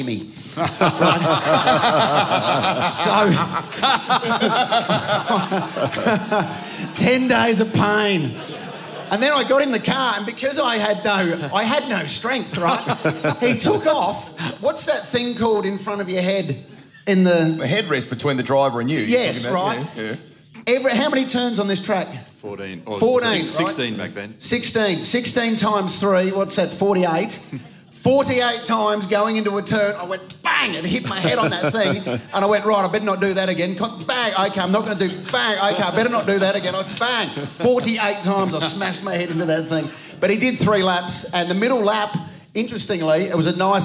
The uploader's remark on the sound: LIVE at the F1. Speaking at the 2023 VACC Presidents Grand Prix Supper.